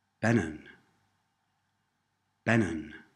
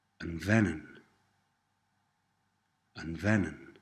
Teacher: The B sound at the beginning of the word Benin softens to a V sound after the little word un, the.